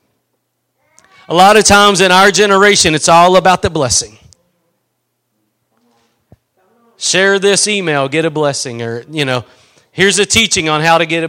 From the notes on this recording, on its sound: Preached at Gospel Lighthouse in Bossier City, La.